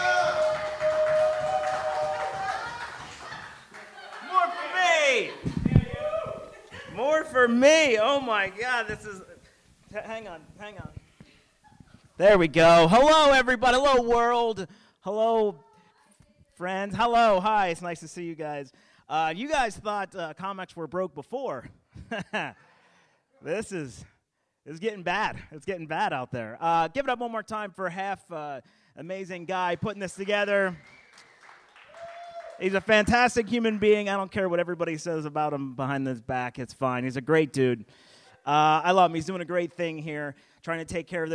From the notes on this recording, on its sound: includes the audio from a special show at The Comedy Zone in Charlotte, NC during the Covid-19 quarantine.